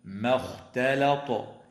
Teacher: ويراعى إظهار التاء الساكنة عند الظاء في قوله تعالى حملت ظهورهما في رواية حفص. ويراعى أيضا ترقيق الميم والتاء واللام وتفخيم الخاء والطاء في قوله تعالى ما اختلط